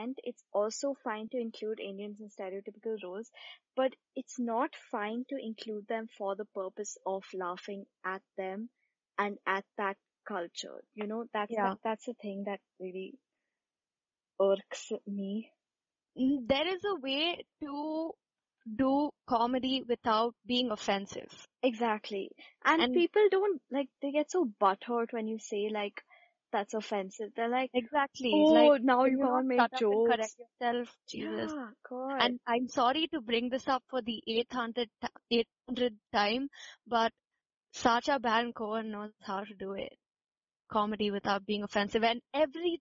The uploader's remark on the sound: Sorry if the audio is a little patchy guys, we're working on it.